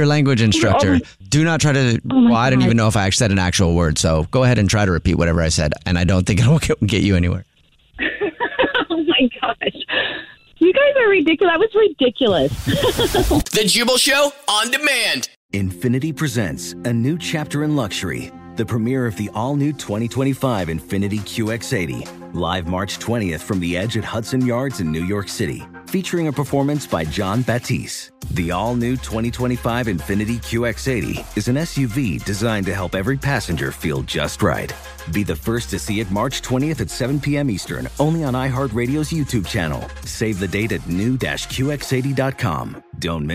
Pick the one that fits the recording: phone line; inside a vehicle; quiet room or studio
phone line